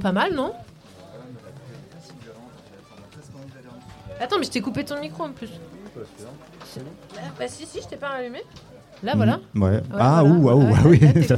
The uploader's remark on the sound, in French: En direct de Bambou canoë au festival ARDÈCHE MEETING. Les Vans (07). Micro trottoir au marché des Vans “c’est quoi l’Ardèche Meeting”.